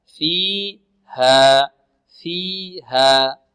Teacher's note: طيب كلمة فيها، الوقف على الألف هنا، نقف على الألف التي بعد الهاء بمقدار الحركتين، ليس فوق الحركتين، وكذلك لا ننهي الألف بهمزة، نقول فيها، فيها، خطأ، لا فيها، فيها.